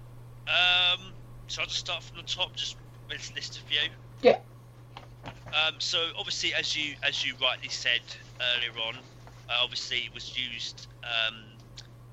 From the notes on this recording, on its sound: Please note we had some sound difficulties whilst recording on Skype.